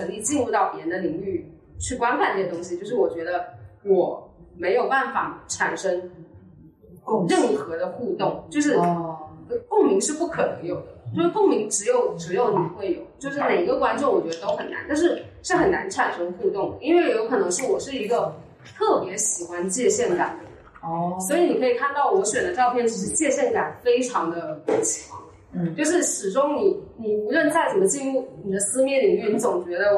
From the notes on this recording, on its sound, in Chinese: 一树ARBRE艺术空间（深圳市福田区园岭六街园岭新村74栋103）。开幕对谈，现场录音质量较差，请见谅。